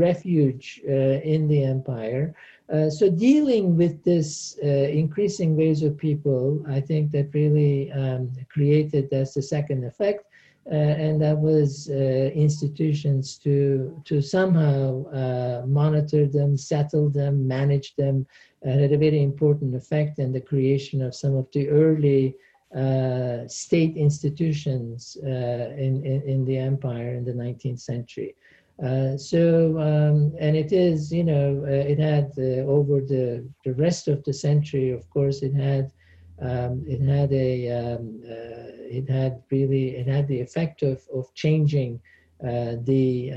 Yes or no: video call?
yes